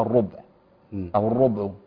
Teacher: فلهن الربع ولهن الربع مما تركتم. هنا ممكن يسكن الباء. يعني يقول ايه الربع او الربع، على اساس ان احنا بنقول ايه هات لي ربع كيلو، هات لي ربع، هات ربع مش كيلو.